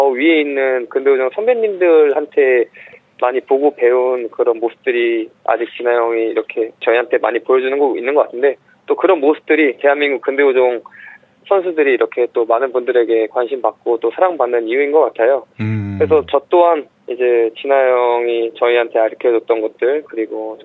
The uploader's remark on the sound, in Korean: 깜짝 전화연결!